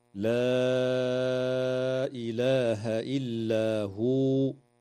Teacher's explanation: مد منفصل في قوله تعالى: لا إله إلا هو، يمد بمقدار 4 أو 5 حركات